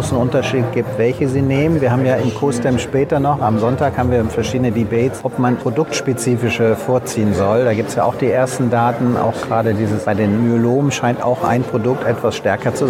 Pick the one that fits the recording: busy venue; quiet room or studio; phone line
busy venue